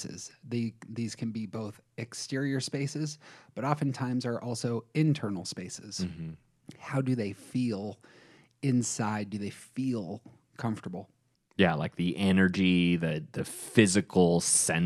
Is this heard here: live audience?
no